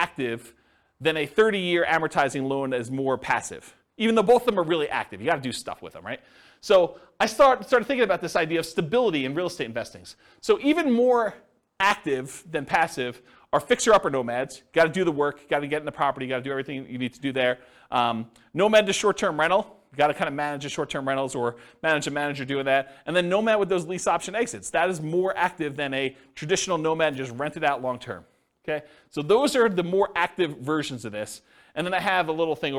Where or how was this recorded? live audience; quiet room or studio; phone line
live audience